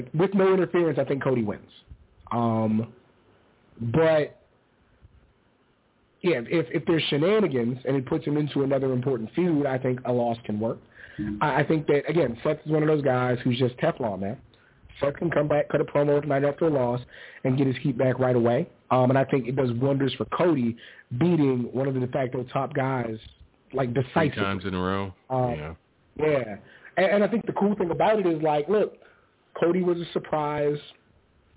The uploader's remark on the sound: Live calls and much more. Weekly caller, email and tweet driven show.